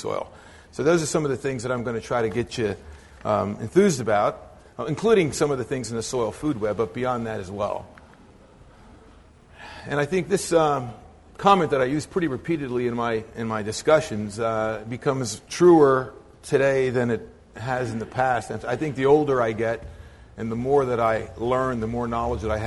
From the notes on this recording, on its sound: a talk from 2009 at our Eco-Ag conference